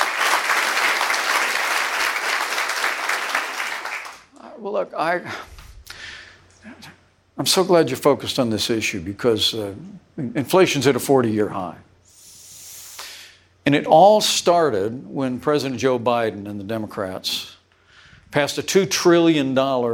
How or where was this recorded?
live audience